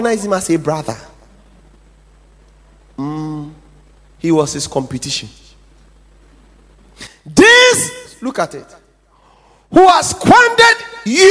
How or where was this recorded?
large echoing room